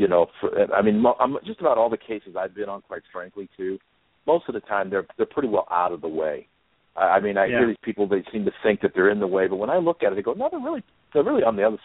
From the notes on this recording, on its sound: answered calls from listeners in the first live show